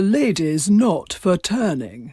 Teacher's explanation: She opened up the back of the mouth, and you got this rather extraordinary overweight of pharyngeal resonance, which gave her that the lady's not for turning, that very open at the back of the throat kind of sound.